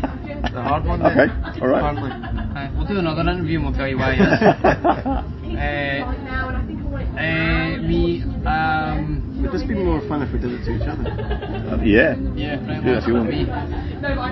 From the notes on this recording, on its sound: At the Leeds Festival last Sunday. It was shortly after they opened the final day in style with a barnstorming set on the Festival Republic Stage.